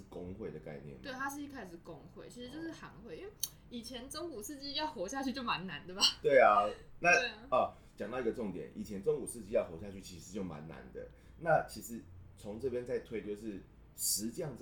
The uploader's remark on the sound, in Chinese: 本次錄音是在一般辦公空間進行，可能有小雜音跟馬路上的喇叭聲，絕對不是在做效果。